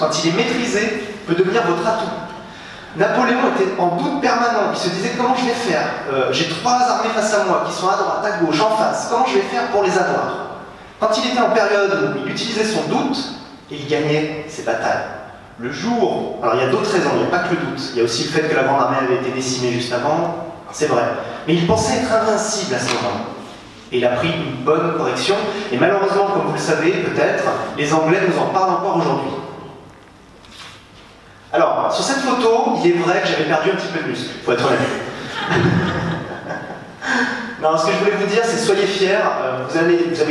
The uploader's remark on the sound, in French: cette conférence, donnée lors du WED, le Web entrepreneur Day à Paris